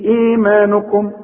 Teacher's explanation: عندك بعد الهمزة ياء تمدها حركتين والنون فوقها ألف إيمانكم أهل مين بقى دي اللي تقفل فيها